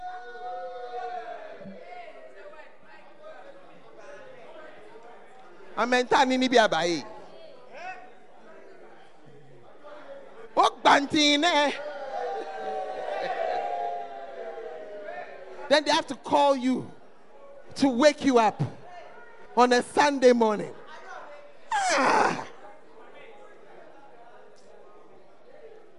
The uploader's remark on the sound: Preached At The Great Commission Camp, Ofoase Kokoben